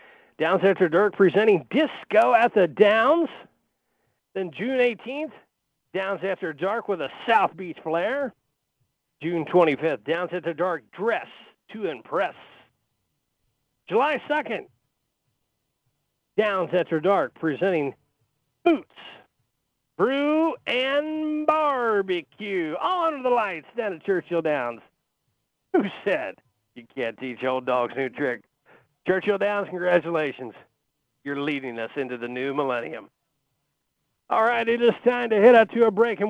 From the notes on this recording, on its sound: will also call